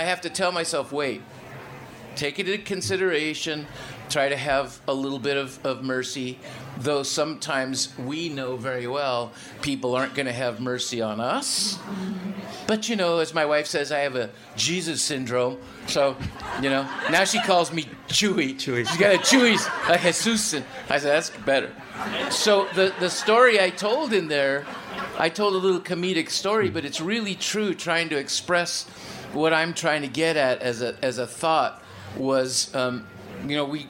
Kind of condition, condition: setting, busy venue